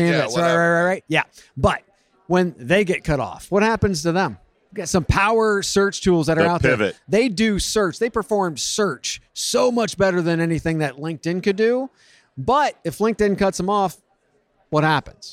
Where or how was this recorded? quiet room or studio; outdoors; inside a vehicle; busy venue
busy venue